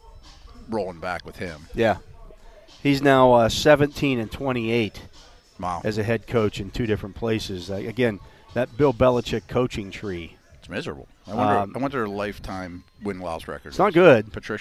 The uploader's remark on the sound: SNR The Drive live from Steelers' Mini Camp Day 2. Broadcast live from the UPMC Rooney Sports Complex during day two of Steelers' Mini Camp.